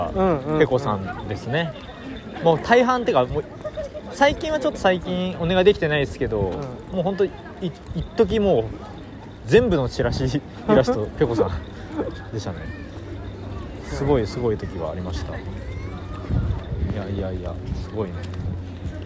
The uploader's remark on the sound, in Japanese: 春のお散歩収録です。にやにやRadioのアートワークを描いてくれたぺ子さんの展示会場へ行く前にお散歩して収録したよ。